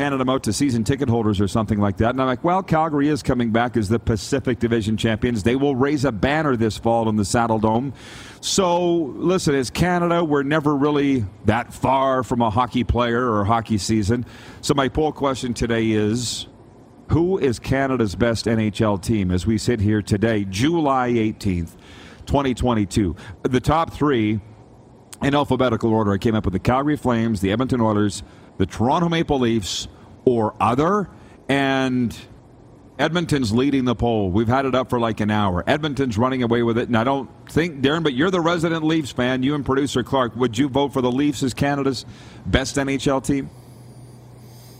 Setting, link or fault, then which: setting, busy venue